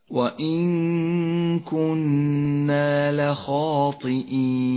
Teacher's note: والياء يجوز مدها حركتين أو أربع أو ست حركات جوازا وهو مد عارض للسكون